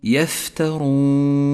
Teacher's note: لاحظ بعدها صفة الهمس لحرف الفاء في كلمة يفترون، يفترون، الفاء مهموسة والراء مفخمة ولذلك لونت بالأزرق الغامق، والواو البرتقالية إشارة إلى المد العارض للسكون، يمد 2 أو 4 أو 6 حركات.